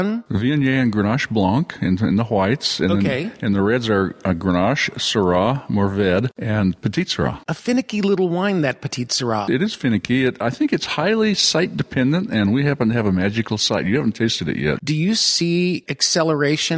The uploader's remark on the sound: To Alta Colina Winery in Paso Robles, CA. This week’s show was recorded inside two of the trailers as well as the Alta Colina barrel room.